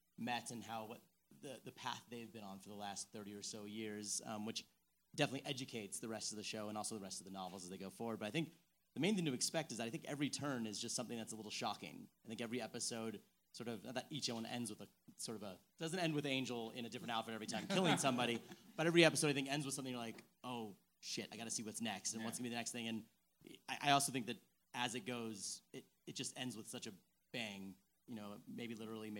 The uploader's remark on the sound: Talk shop following a screening of the series premiere at the Sundance Film Festival.